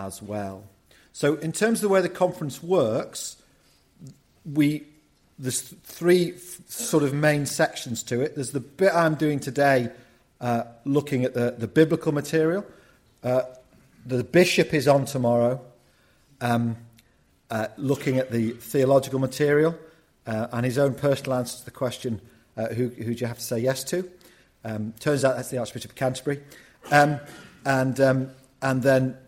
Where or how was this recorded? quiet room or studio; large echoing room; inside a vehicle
large echoing room